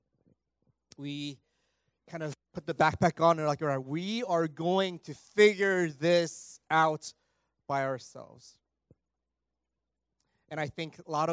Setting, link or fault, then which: setting, large echoing room